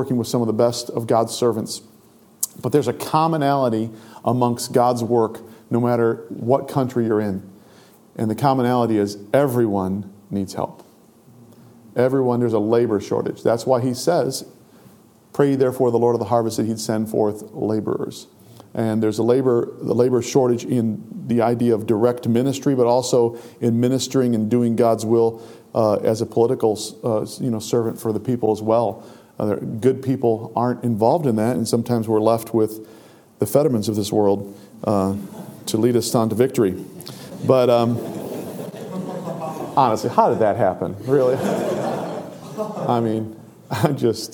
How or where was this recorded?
large echoing room